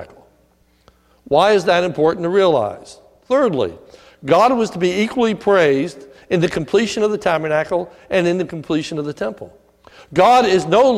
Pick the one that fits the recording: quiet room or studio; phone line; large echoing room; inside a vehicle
large echoing room